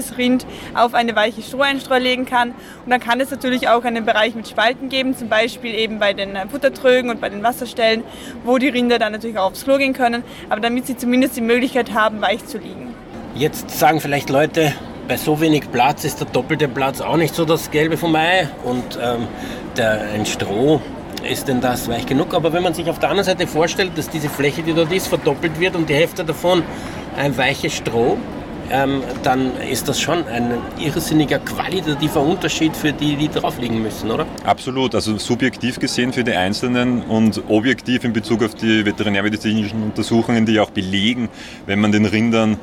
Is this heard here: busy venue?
yes